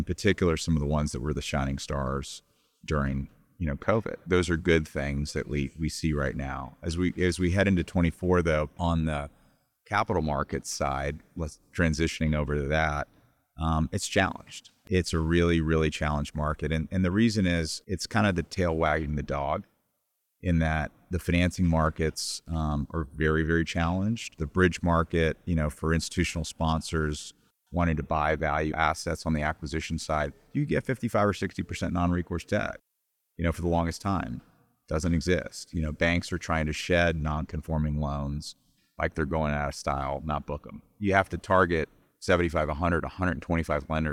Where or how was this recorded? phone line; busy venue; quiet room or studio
busy venue